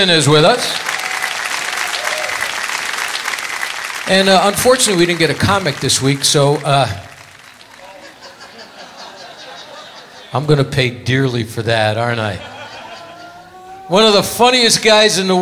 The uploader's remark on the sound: Live at the South Point